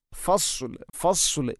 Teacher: രണ്ട് സ്ഥലത്തും ഫസ്ല്, ഫസ്ലിന് സ്വാദാണ്, സ്വാദിന് പകരം സീനാവുന്നത് പ്രത്യേകിച്ചും ശ്രദ്ധിക്കേണ്ടതാണ്. അപ്പോൾ ഫസ്ലു, ഫസ്ലു എന്നാണ് പറയേണ്ടത്.